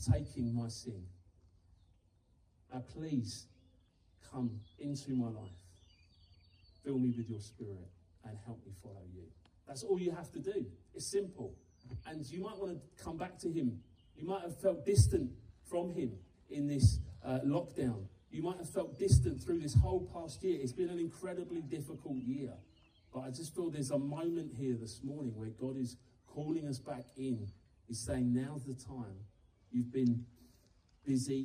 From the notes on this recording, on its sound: Live up at the Garden Stage in the grounds of Oak Hall Manor.